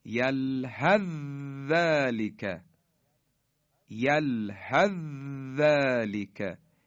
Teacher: یعنی سه نقطه کاملا از بین میره و حرف ذال مشدد بیان میشه · Term: ادغام